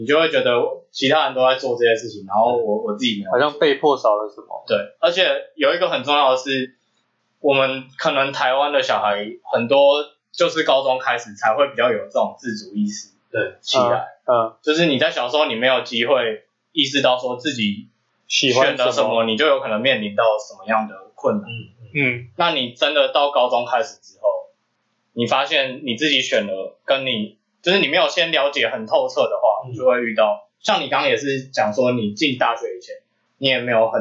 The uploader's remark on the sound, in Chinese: 本集電腦沒有放乖乖，音質略微奇特